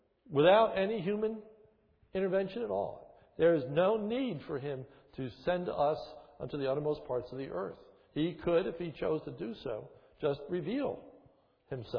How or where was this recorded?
large echoing room